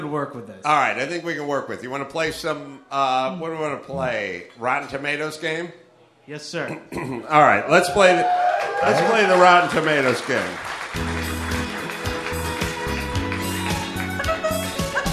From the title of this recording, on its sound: Live From Appleton, Wisconsin (ACS May 11)